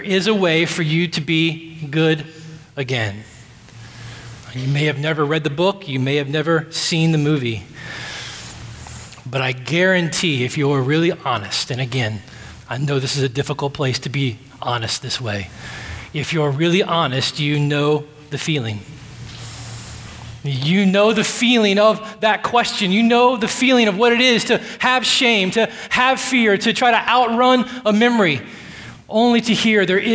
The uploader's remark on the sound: at Redemption Hill Church